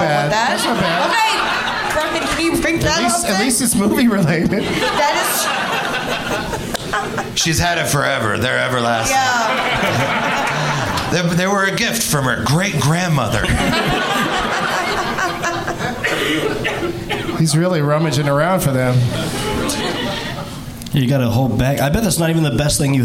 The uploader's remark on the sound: Live from Hyena's Comedy Club in Dallas